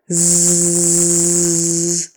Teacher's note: Z is just the same as S, only with your voice on. · Z, your tongue, everything is in the same place. The only thing you're doing differently is that your voice is now on. It's vibrating. · Term: Z sound